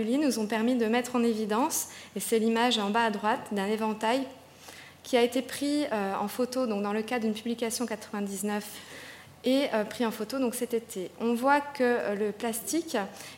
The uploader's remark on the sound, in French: Enregistrée le 16 décembre 2011 dans le cadre du colloque « Conserver, restaurer et exposer les collections de jouets ».